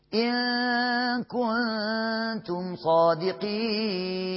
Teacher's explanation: وناخد بالنا من الهمس في الكاف والتاء